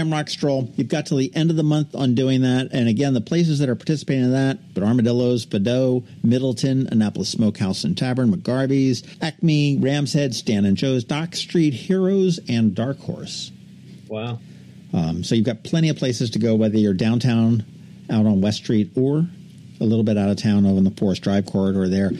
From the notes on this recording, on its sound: The City of Annapolis was running a loud machine outside, so there is a slight hum--sorry!